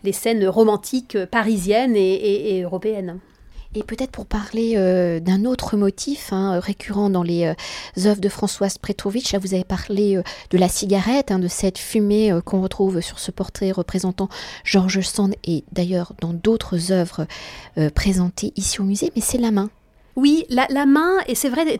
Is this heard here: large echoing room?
no